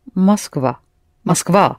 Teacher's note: It's accented on the ending. Москва. Mm-hmm, yes, but the first or is not accented, so you pronounce it as а.